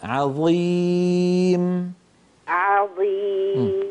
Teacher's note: رقق العين في عظيم وفخم الظاء